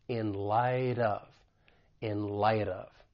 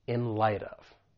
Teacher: So the final T in light, because it comes between two vowel sounds with the American accent, I am going to pronounce it as a flap T. And then I can link that soft D with the vowel sound in of · Term: linking